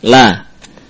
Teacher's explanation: Lam dibaca dengan mustafilah atau muraqqaqah, tipis. La. Walaupun nanti ada juga lam yang mufakhamah atau mughalladhah.